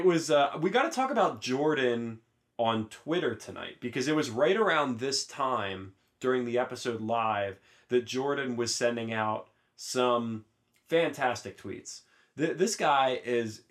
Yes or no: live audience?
no